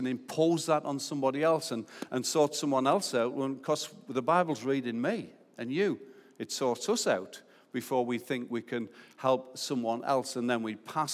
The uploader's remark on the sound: Recorded live at Life Church